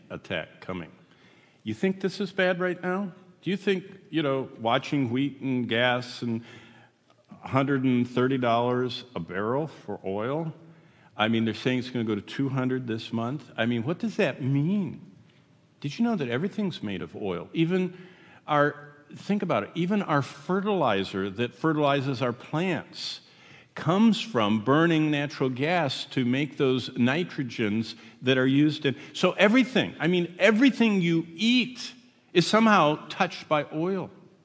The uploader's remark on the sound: Here is our third session at the prophetic conference we just finished at Word of Life in Hudson, Florida.